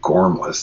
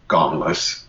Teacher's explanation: the British soft R, they wouldn't say gormless, they'd say gomless · Shown in: second take · It's sort of an R.